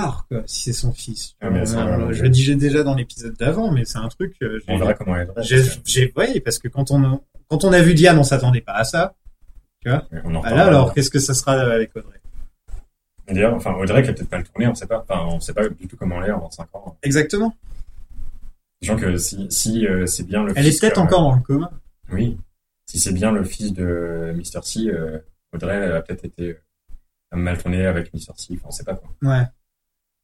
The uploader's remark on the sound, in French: Dans cet épisode complétement gâché par un problème d'enregistrement